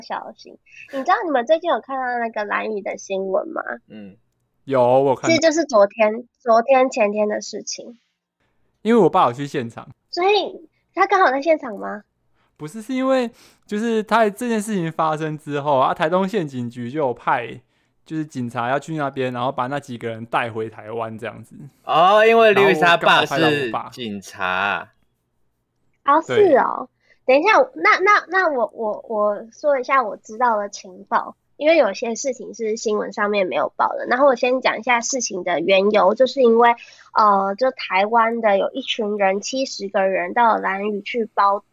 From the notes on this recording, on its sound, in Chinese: 遠端錄音我們還在努力嘗試出最好的解法。這集音質請各位多多擔待。